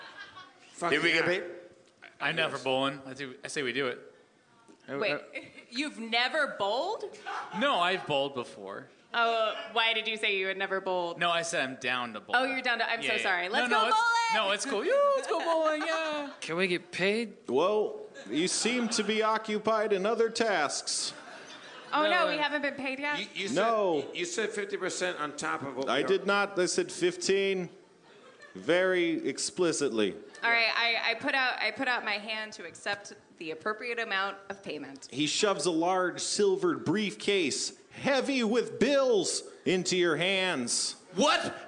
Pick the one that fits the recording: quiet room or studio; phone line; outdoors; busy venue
busy venue